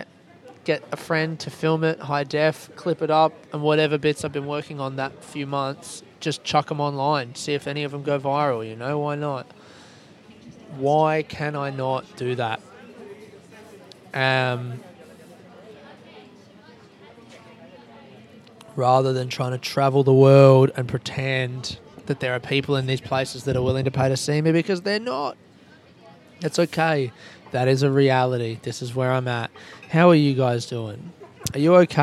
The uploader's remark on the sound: I recorded this episode from the Costa Coffee in the departure hall Kuala Lumpur Airport.